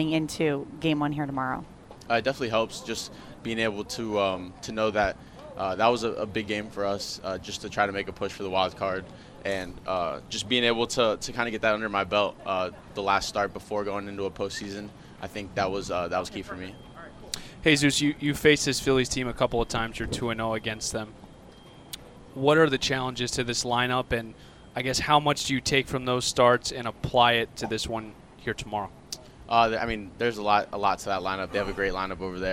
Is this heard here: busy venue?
yes